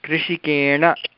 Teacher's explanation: इदानीं नास्ति चिन्ता, किन्तु नियमः अस्ति यत् एकस्मिन् पदे, एकस्मिन् शब्दे, एकस्मिन् पदे रेफः अथवा कृष्णऋकारः अथवा मूर्धन्यषकारः अस्ति चेत् तस्मिन्नेव पदे अनन्तरम् आयाति दन्त्यनकारः इति चेत् तस्यां दशायां दन्त्यनकारस्य स्थाने मूर्धन्य अणकारः भवति